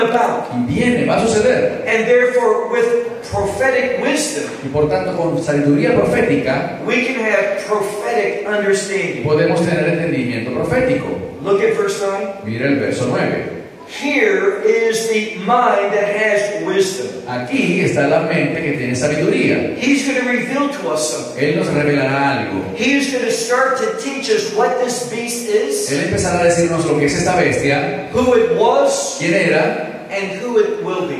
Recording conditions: poor sound quality